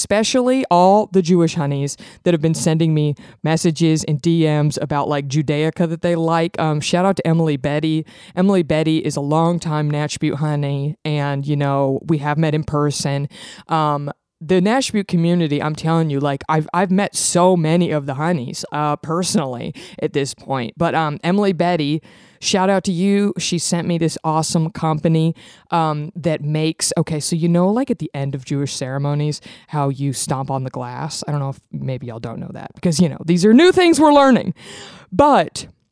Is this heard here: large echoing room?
no